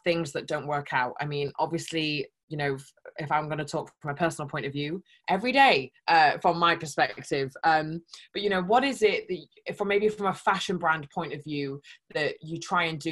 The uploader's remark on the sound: I sat down (over zoom!).